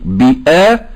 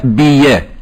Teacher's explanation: إذن الهمز الأول فيه التحقيق بآ، والوجه الثاني الإبدال ياء بيا